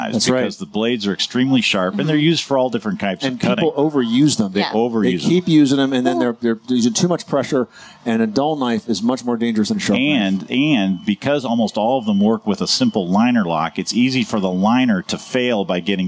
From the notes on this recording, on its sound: Live from the 2018 National Hardware Show